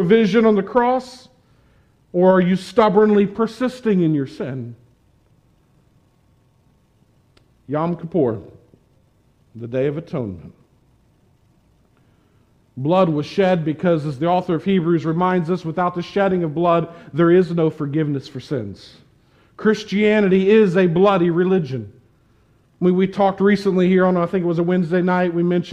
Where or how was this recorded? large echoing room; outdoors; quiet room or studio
large echoing room